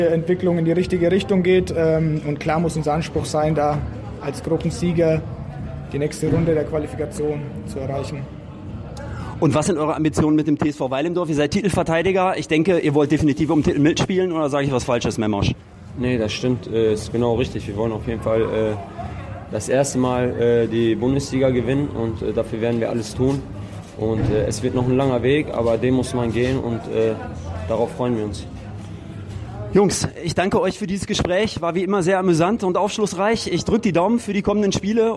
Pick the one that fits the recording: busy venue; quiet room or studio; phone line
busy venue